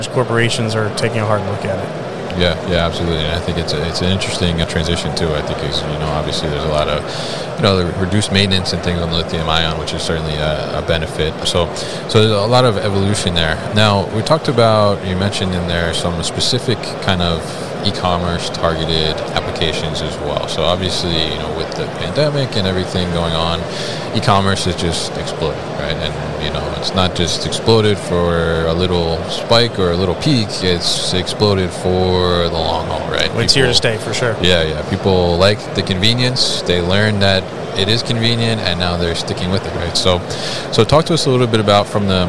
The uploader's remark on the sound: ePicker at MODEX 2022